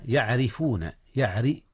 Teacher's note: ترقيق الراء لأن الراء مكسورة، فإذا كانت الراء مكسورة أو قبلها كسر رققت